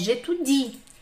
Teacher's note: É o som de I. Por quê? Porque o I é uma vogal forte. E o E morre.